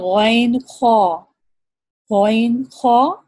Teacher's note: ادنا حلق سے دو حروف نکل رہے تھے